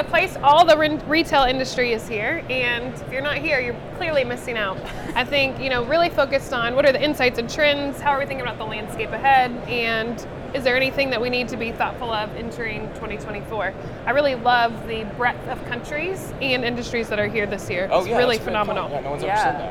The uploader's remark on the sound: Live From NRF 2024